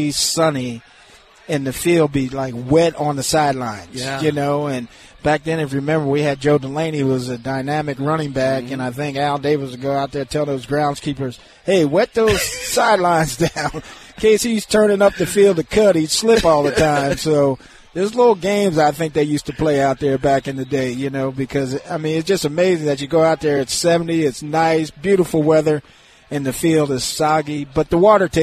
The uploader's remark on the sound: LIVE from Hollywood Casino!